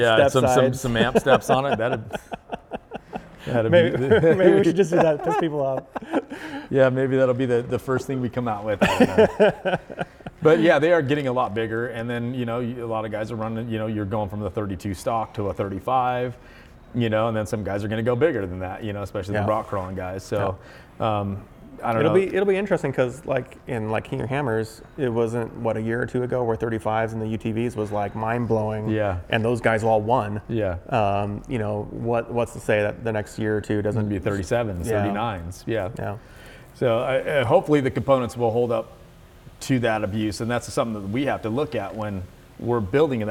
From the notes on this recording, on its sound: in their Hayden, Idaho machine shop